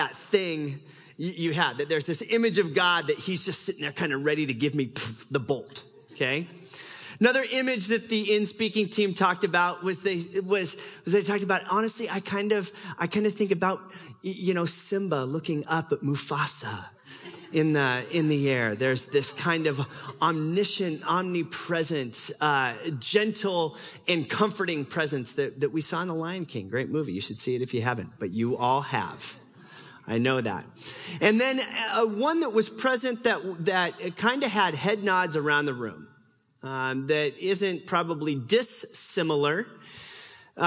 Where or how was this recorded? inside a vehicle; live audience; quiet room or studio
live audience